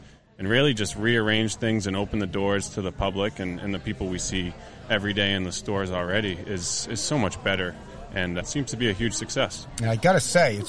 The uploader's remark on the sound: Recorded live at the Country Ski Expo.